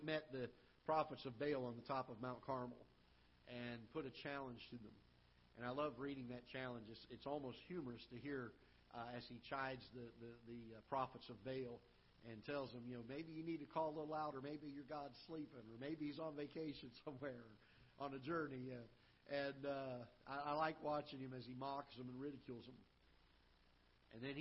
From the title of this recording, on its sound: Ketha Heights Baptist Church ~ Live Broadcast